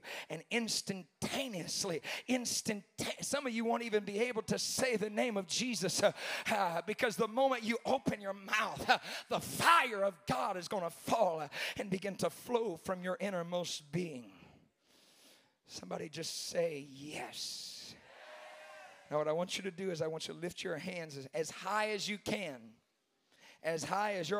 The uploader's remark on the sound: preaching the Saturday night of the Remnant Youth Conference